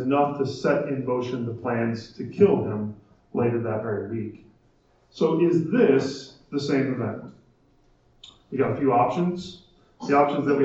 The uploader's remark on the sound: Our apologies for the poor audio quality of this recording.